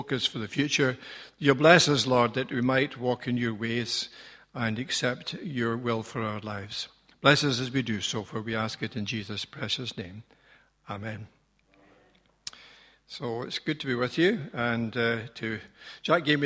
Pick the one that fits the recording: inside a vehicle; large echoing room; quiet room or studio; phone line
large echoing room